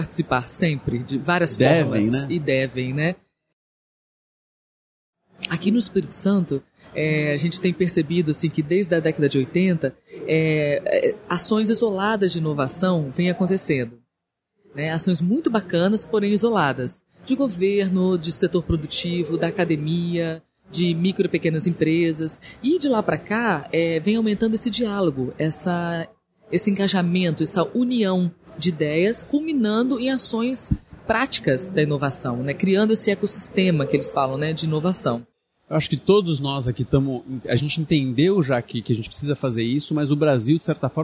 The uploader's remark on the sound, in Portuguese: Episódio gravado no evento "Sebrae - Circuito Startup Summit Espírito Santo", realizado em dezembro de 2019.